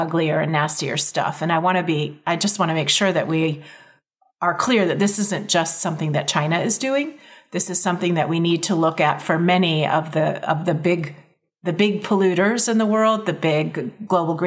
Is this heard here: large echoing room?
no